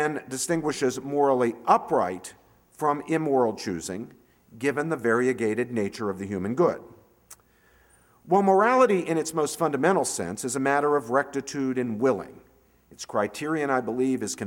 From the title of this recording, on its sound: 2011 Commencement Address